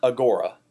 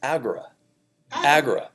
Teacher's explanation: The accent is on the first syllable, not the middle syllable. · Shown in: second take